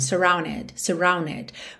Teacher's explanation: quando eu omito o D e junto no N, para ganhar mais ligação